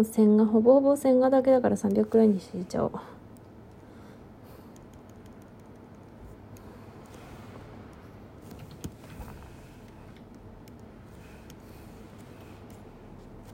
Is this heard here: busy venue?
no